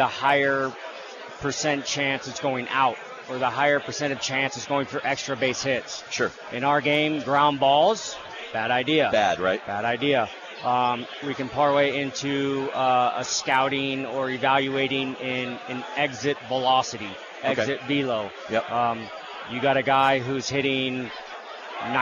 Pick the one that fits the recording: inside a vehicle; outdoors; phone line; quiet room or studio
outdoors